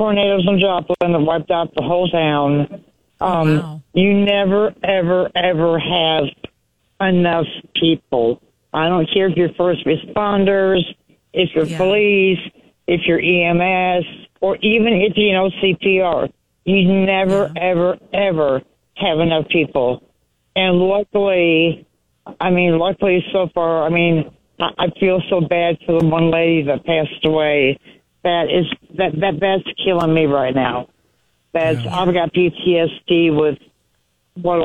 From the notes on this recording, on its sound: a retired Army medic and EMT called